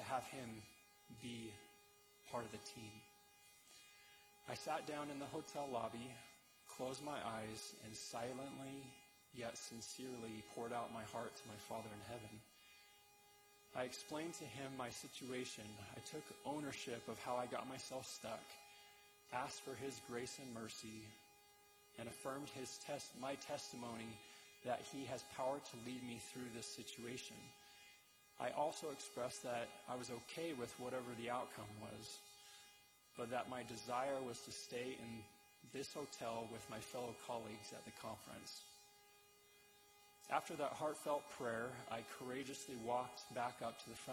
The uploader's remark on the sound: delivered November 7, 2023, at the Conference Center Theater